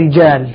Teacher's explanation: يعني وترقيقها أي أن الراء حكمها الترقيق في حال كسرها · Term: ترقيق الراء المكسورة